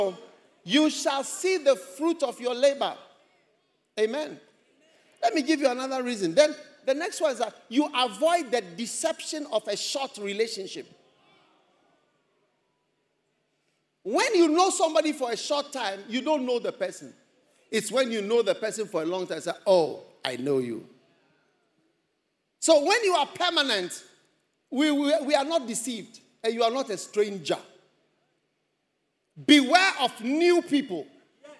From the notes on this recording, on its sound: Preached at the First Love Experience Service.